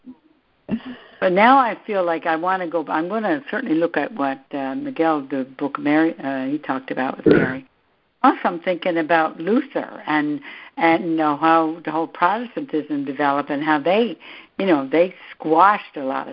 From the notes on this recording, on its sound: are joining together on a Free Conference Call